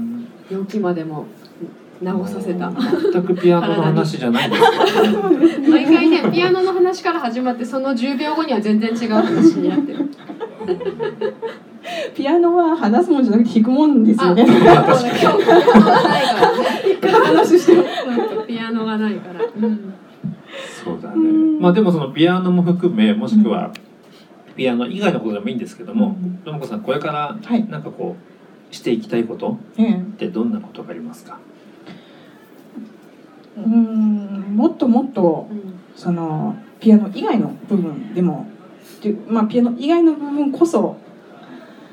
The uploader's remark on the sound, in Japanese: 公開収録の後半をお届けします